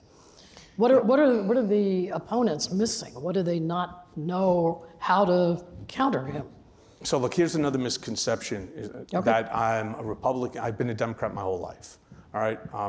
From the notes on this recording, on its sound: Took the stage at this year's Crosscut Ideas Festival. At the Crosscut Ideas Festival in Seattle.